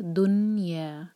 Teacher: یہاں پر نون کے نیچے کسرہ کی آواز نہیں آنی چاہیے. اردو میں ہم دنیا کہتے ہیں لیکن عربی میں یہ ہے دنیا، نون پر سکون.